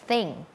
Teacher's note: เป็นเสียงแบบ unvoicedคือออกมาแค่ลมเราเอาลิ้นเนี่ยมาวางตรงกลางระหว่างฟันบนกับฟันล่าง